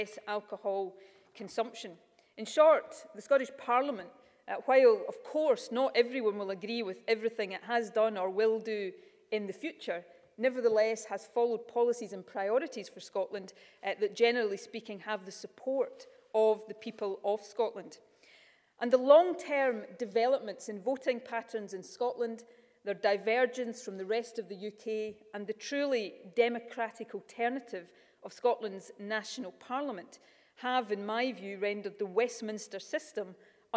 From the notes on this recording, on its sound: Keynote Speech At University Of Edinburgh’s Centre For Constitutional Law